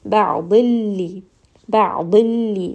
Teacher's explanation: So you will not say any of that نون sound. You don't need to bring it up into the nose. Instead, go straight down to the لام. · Term: إدغام without غنة